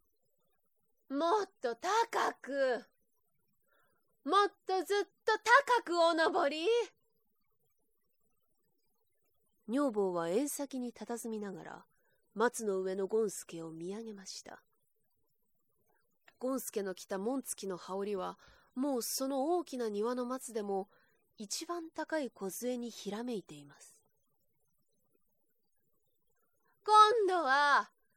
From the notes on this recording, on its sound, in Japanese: 自宅録音ですのでノイズなどはご了承くださいませ。